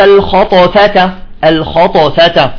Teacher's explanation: لابد من قلقلتها وإطباقها وجهرها